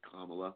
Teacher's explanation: with the emphasis on the first syllable